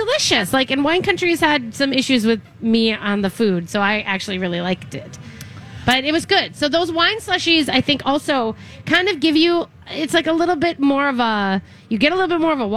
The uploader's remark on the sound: Live at the Fair